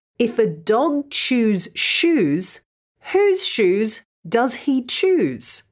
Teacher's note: both the sh and ch sounds are unvoiced. This means there'll be no vibrations if you put your hand on your neck when you say them.